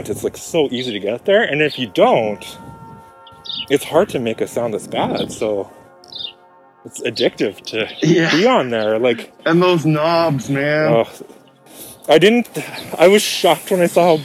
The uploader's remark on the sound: Walk & Talk. We met up for a socially distant walk.